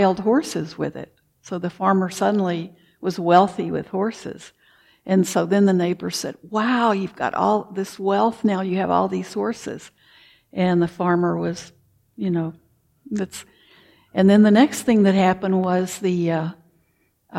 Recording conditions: large echoing room